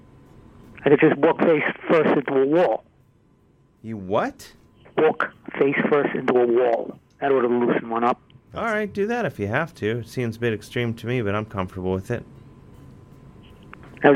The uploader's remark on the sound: To Studio A for spooky times and light chit chat! Talks on the phone and such.